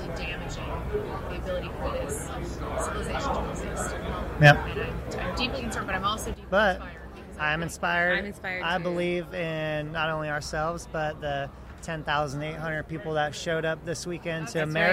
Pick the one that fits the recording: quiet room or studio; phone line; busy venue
busy venue